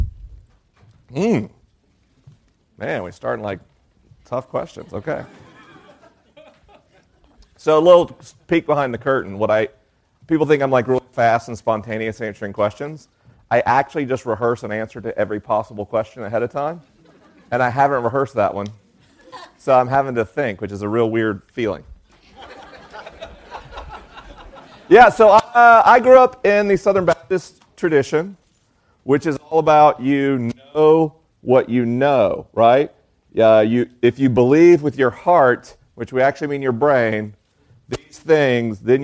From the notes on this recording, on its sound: LIVE in Nashville, TN. This week is a live episode: the questions are unscreened and the answers are unrehearsed. I'm traveling around the country on tour.